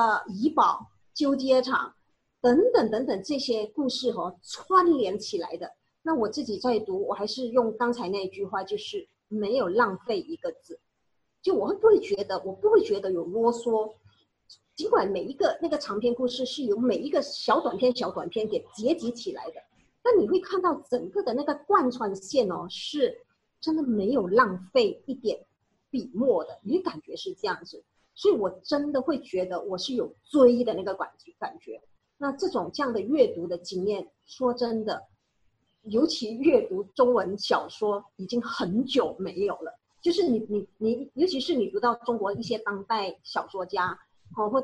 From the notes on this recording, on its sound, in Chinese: 地點：Zoom會議室